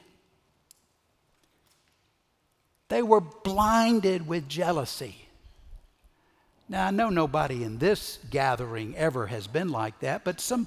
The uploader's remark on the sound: Recorded Live at Brookwood Church on 4.2.2023